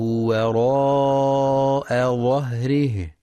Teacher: وللمد المتصل في وراء ظهره مع ضرورة ترقيق الواو والهمزة فيها، فلا يقرأ وراء بالتفخيم